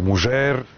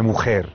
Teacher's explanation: dž, ž, š, što su sve foneme koje su u savremenom španskom reducirane na h. Znači, na ladinu se kaže mužer, modernom španskom je mujer.